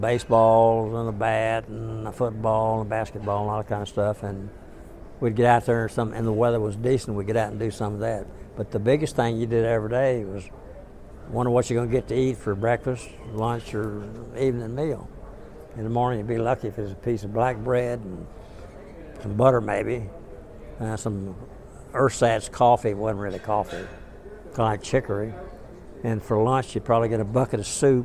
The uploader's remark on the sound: recorded by students from Norwich University College of the Arts at the 61st convention of the 2nd Air Division Assn, Dallas, Texas in October 2008.